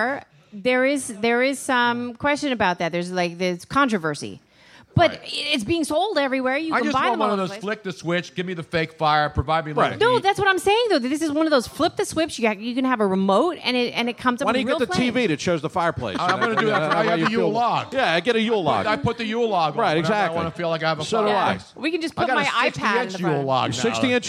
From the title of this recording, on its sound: Live from MOONSHINE